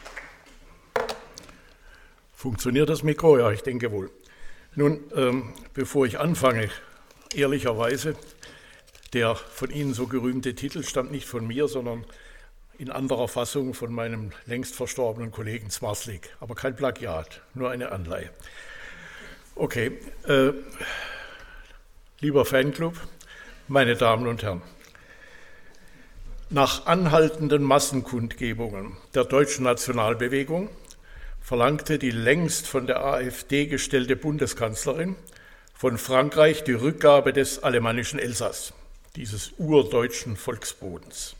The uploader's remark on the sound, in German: Der Vortrag fand im Rahmen der Reihe "Eurotopia" des Theater Freiburg statt, am 30.03.2017 in der Katholischen Akademie Freiburg.